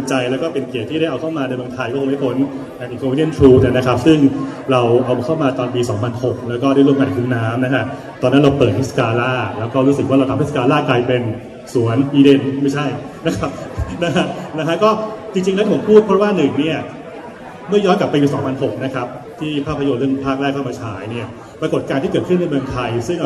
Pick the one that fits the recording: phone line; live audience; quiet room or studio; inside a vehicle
live audience